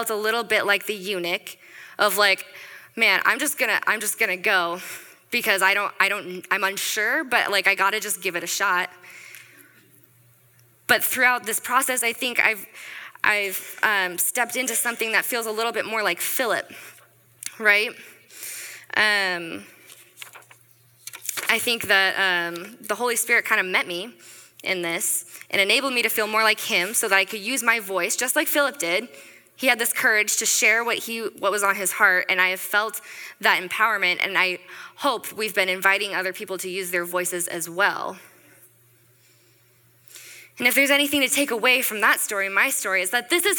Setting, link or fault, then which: setting, live audience